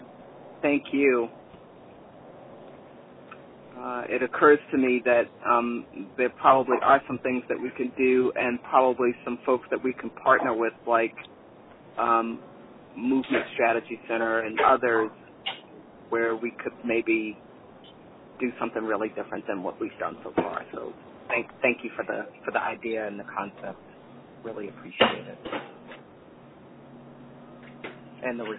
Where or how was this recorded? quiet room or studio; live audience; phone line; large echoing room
phone line